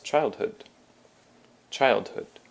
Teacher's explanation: childhood has also the emphasis on the first syllable, the child.